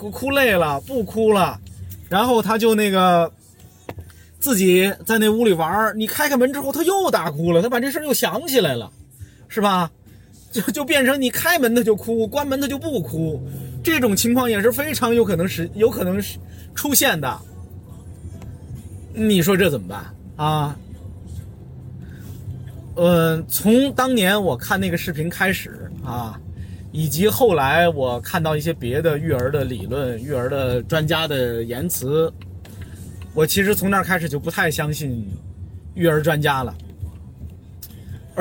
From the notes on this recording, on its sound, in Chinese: 本期「红灯区」节目还是在车内、在满是红灯的拥堵道路上录制。一刀未剪，一句没落。